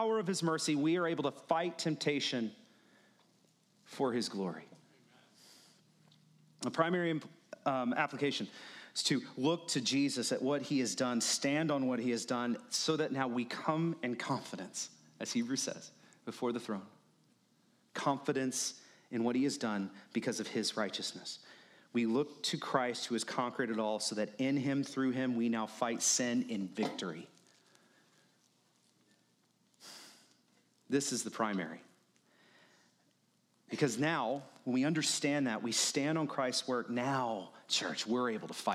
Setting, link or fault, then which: setting, large echoing room